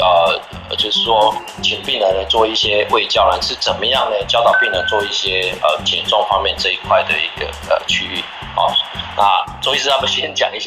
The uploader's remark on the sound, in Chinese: 本集節目為Clubhouse側錄，音質較差，還請見諒。